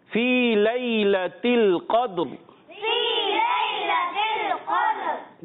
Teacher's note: कद्र काफ पुर रखेंगे, मोटा रखेंगे और रा भी मोटा रखेंगे, मगर दाल प्यारे बच्चों हमने बारीक रखना है